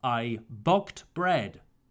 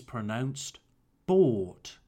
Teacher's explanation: UGHT. The problem for learners is that the GH here is silent. We don't pronounce it. · Shown in: second take · In classes, I often hear, I bogged bread. · Term: GH is silent